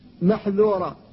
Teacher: فالذال حرف منفتح ولا بد من الحذر من إطباقه · Term: انفتاح